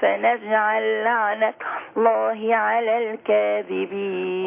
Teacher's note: ادغام اللام في اللام في نجعل لعنته، يعني كلمة اللام في نجعل ادغمت في لام ايه لعنته، هو الفناجة على لعنته. · Term: ادغام مثلين